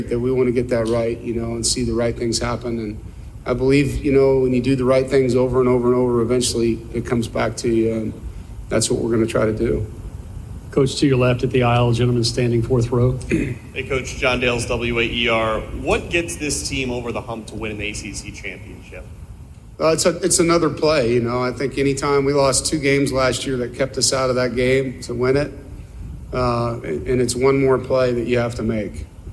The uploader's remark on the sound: FULL NC STATE PRESS CONFERENCE, ACC KICKOFF 2022